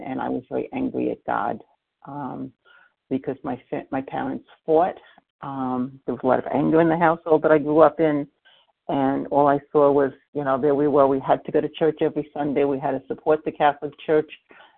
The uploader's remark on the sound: 100 Pounders Phone Meeting on 11/23/20